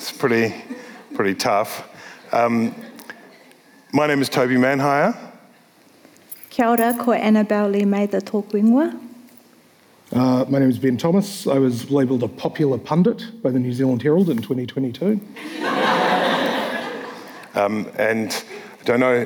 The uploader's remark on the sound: Live from Word Christchurch